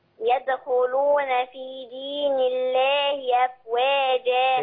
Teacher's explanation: مش ملاحظة انك نسيتي القلقلة بتاعت يدخلون